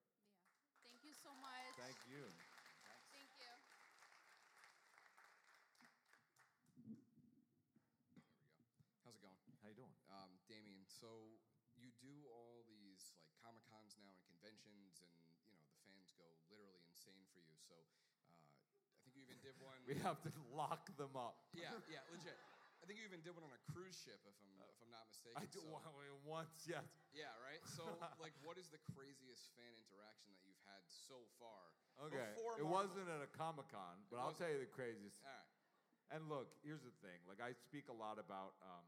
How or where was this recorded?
live audience